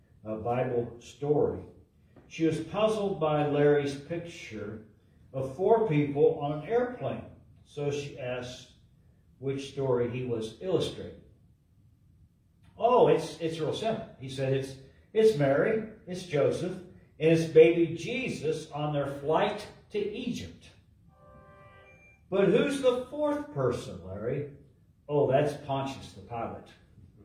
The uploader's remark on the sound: LIVE from Calvary